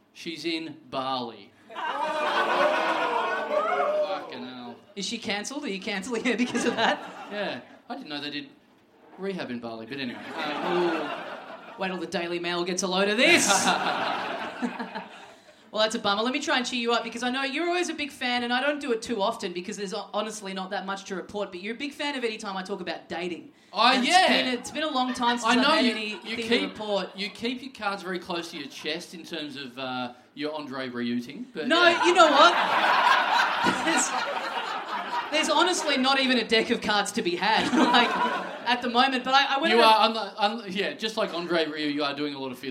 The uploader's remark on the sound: We're back in Melbourne for a boutique, sold-out live show that went EXTRA long! A live show in a small venue.